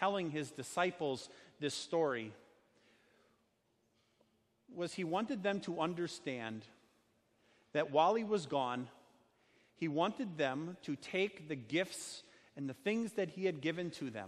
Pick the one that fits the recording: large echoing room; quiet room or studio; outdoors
large echoing room